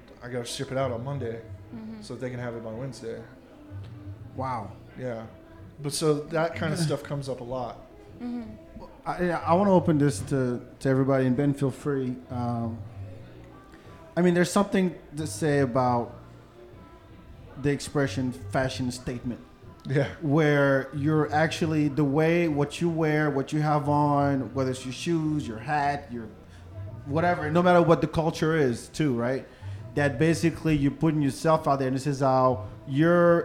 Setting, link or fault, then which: setting, busy venue